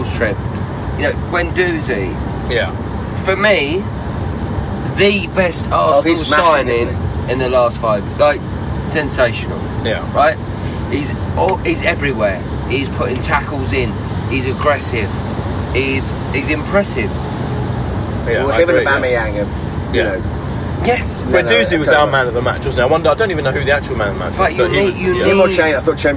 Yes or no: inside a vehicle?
yes